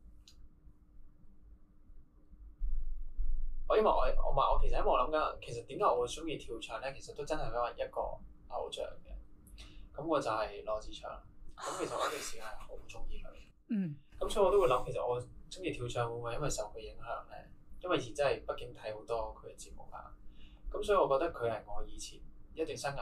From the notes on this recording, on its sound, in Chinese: 靚仔到電親我枝咪，今集嘅音質有啲差。